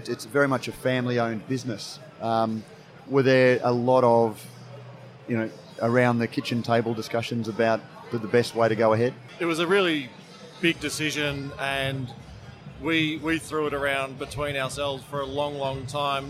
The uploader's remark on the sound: Live from GABS in Melbourne. Brews News was able to take our mobile studio to GABS and capture some great discussions with a wide range of people in the beer industry. There’s something about having a live studio at GABS that just saw the guests relax and talk in a way that they don’t always do when a microphone is in front of them.